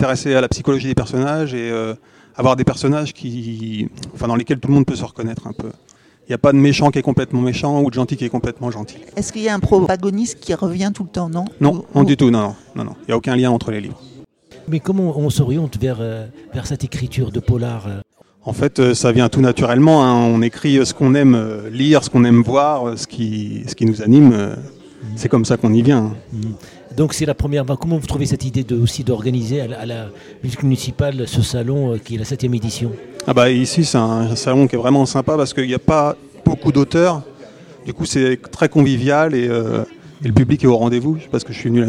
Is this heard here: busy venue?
yes